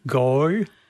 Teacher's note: Yeah, so that's like three sounds in one, right? You got an O, you got an U, and then you got maybe edging toward an E, go. But that's the broad accent, and people who are speaking general or cultivated will do it more or less like you and I do.